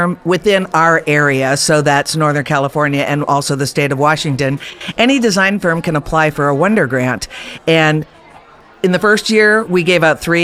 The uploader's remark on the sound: LIVE from NeoCon. During NeoCon we managed to do a series of podcasts LIVE from the OFS showroom in Chicago.